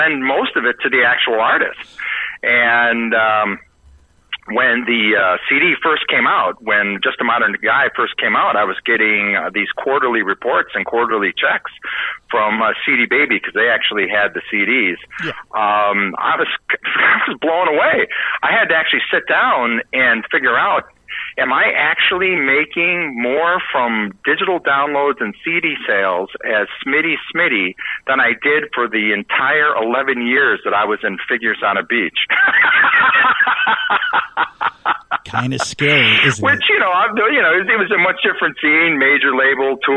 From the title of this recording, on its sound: joins in for a phone interview